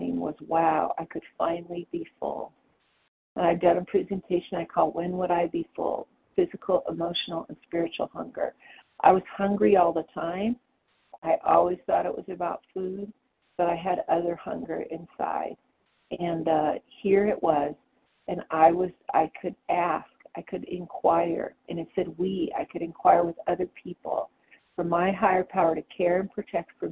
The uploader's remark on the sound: the 100 Pounders Phone Meeting